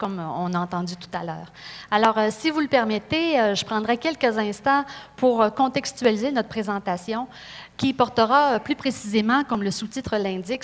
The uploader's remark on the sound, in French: Conférence 201 du colloque 2015 de l'AQPC, à Saguenay.